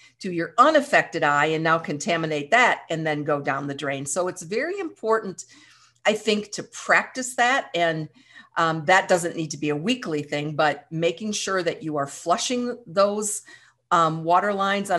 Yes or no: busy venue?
no